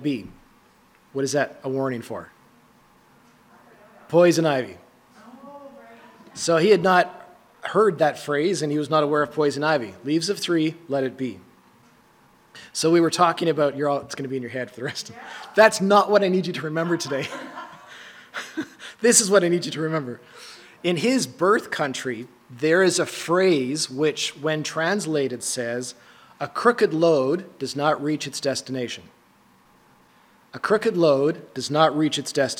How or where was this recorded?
live audience